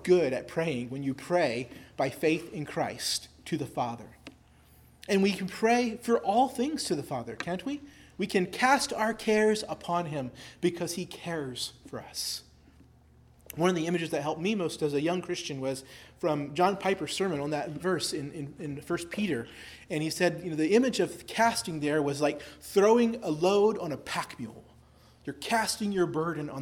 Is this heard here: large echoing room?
yes